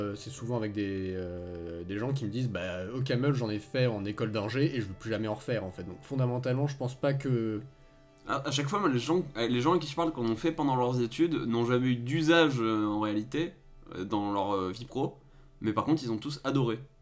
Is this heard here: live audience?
no